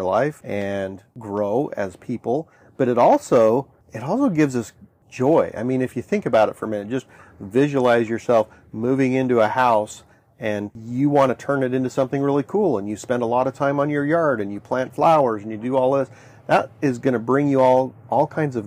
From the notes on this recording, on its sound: We're recording on our sailboat so please forgive the wind and water noise in the background. Sailing around the world on their 1981 Morgan 462 sailboat.